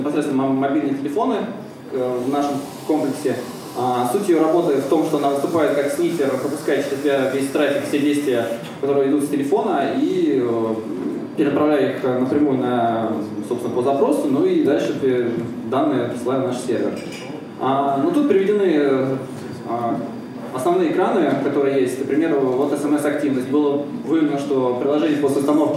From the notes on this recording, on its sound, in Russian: ZeroNights 2014 и «Открытая безопасность» представляют аудиозапись докладов с конференции. День 2, Workshop 1, Defensive track.